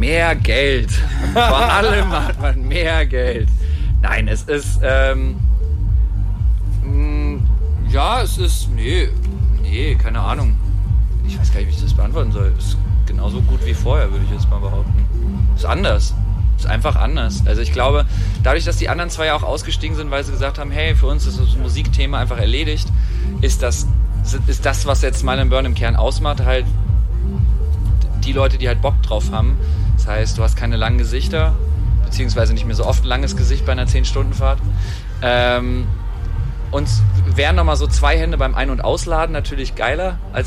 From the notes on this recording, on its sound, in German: Auf dem Green Juice-Festival 2019. Backstage beim Green Juice, aufgezeichnet auf einem merkwürdigen Stein-Sofa-Kunstwerk.